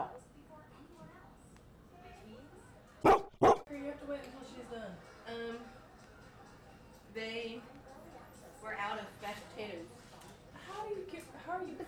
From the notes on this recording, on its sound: Keeps up our annual tradition of having a lot of background noise.